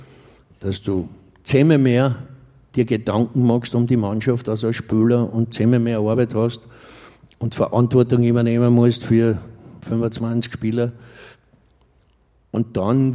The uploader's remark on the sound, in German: Auf dem roten Stuhl LIVE SHOW